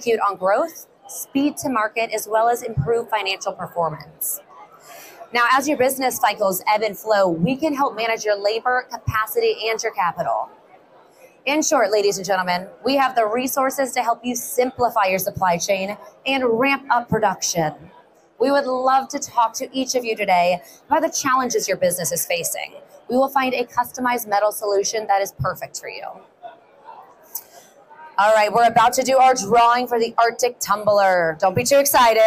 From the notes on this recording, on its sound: Visits the Battery Show and Electric and Hybrid Vehicle Technology Expo in Novi, Michigan, where more than 800 companies showcased their innovations in EV technology. This episode features a host of guests from the show floor. The recent expo in Novi, Michigan witnessed record-breaking attendance, with over 19,000 participants and 800 companies presenting their cutting-edge products and solutions.